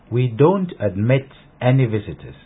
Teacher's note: And notice there was no stress on the word any.